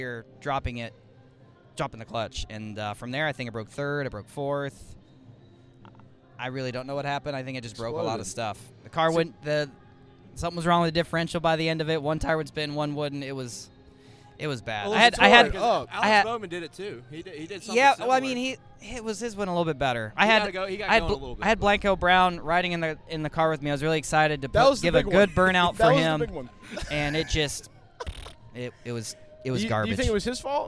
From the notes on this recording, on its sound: Garage Talk LIVE and in-person from Daytona International Speedway during Next Gen Testing.